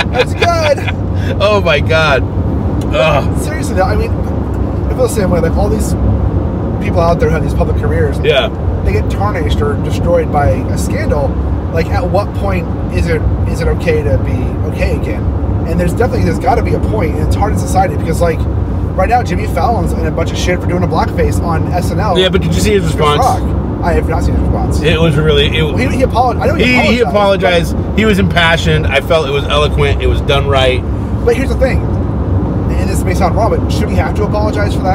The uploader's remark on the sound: In The Car with Spoiler Country.